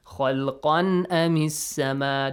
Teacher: you do not have to merge the sound of Tanween. The sound of Tanween must be clearly pronounced.